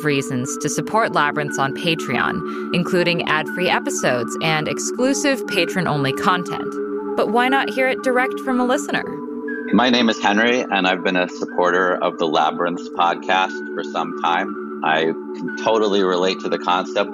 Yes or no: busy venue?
no